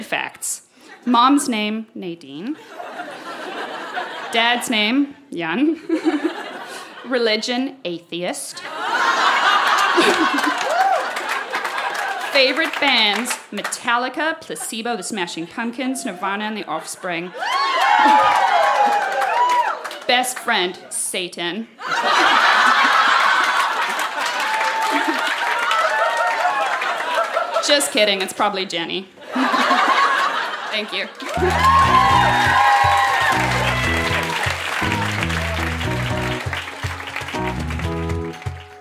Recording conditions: live audience